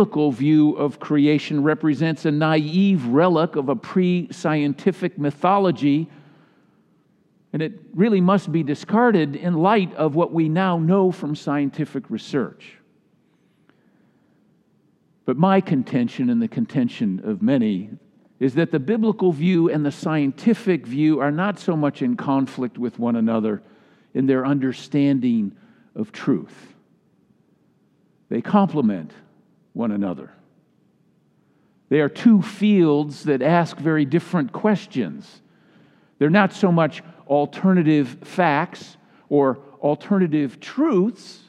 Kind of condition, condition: setting, large echoing room